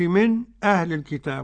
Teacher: يسكت على الساكن الذي ينقل إليه ورش سكت مقلل بالخلاف · Term: السكت